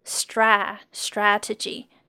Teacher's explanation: strategy，我们的重音在最前面 stra strategy，第二个音节 T-E 非常的短 strategy。再来一个字 parental，我们的重音放在第二个音节 parental。